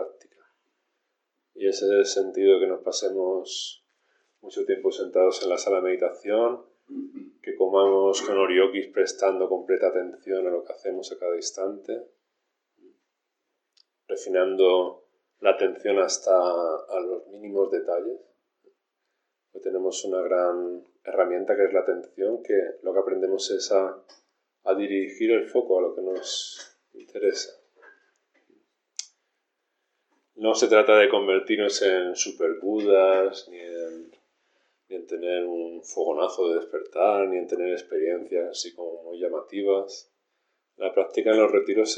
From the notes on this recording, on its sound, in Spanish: Grabaciones de las cuatro sesiones de enseñanza realizadas durante el retiro de primavera en el templo Luz Serena